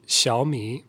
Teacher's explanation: So we've got two third tones. So what happens when you have two third tones is the first part of the word changes to a second tone. It's just a rising tone.